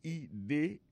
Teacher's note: Alors, accent vient tomber dans la deuxième syllabe là.